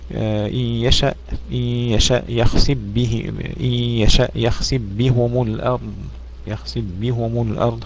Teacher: الفاء في الباء فيها بعض الثقل